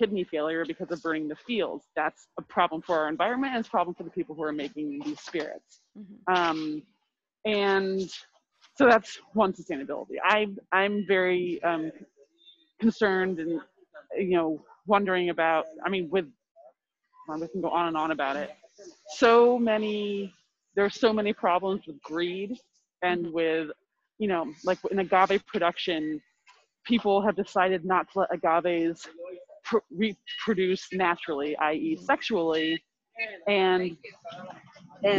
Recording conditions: drop-outs